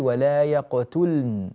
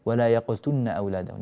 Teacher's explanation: يعتنى بإظهار اللام وعدم إدغامها في النون · Shown in: first take